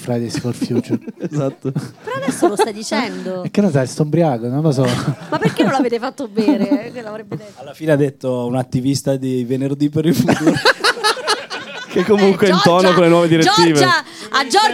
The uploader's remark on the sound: Live dal GhePensiMi di Milano.